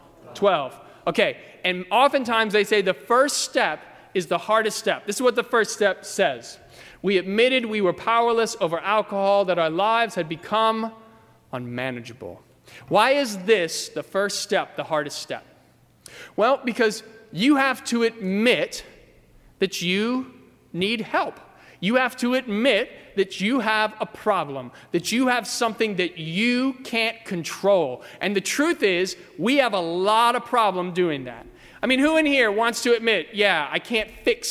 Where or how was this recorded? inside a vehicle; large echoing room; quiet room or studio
large echoing room